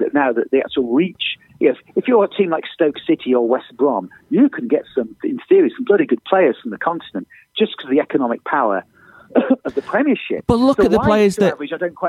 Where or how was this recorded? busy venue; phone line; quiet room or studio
phone line